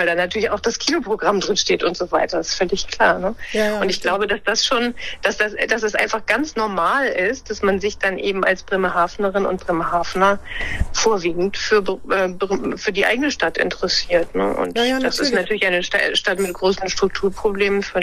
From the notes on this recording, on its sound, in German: "Hinten links im Kaiser Friedrich" findet coronabedingt wieder per Telefon-Schalte statt.